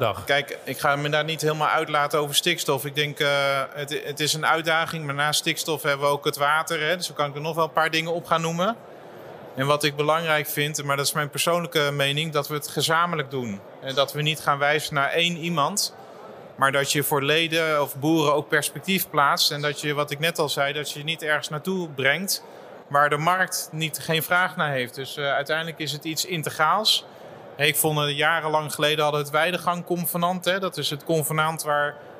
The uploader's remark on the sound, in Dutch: Tijdens een live-podcast op de RMV in Gorinchem